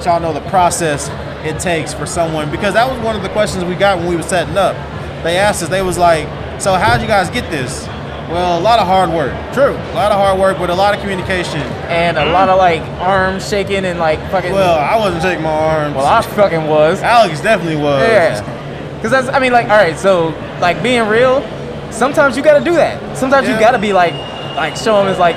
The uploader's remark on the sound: we're at DreamCon